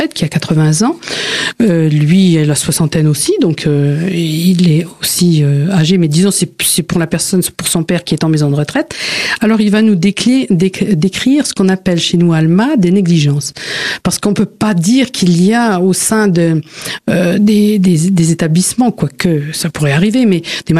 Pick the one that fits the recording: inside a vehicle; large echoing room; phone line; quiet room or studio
quiet room or studio